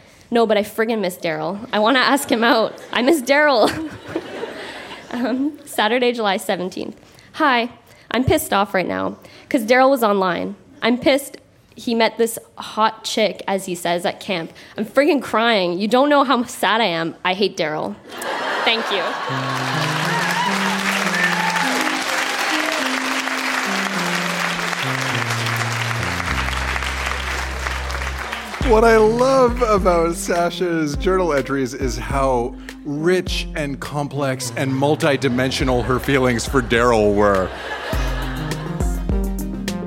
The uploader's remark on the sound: Recorded live at The Gladstone Theatre in Ottawa.